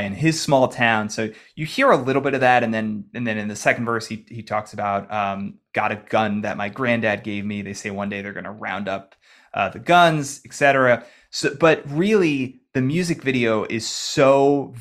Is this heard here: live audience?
no